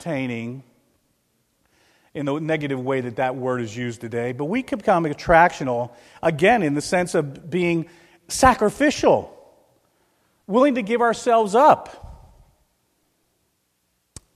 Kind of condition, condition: setting, large echoing room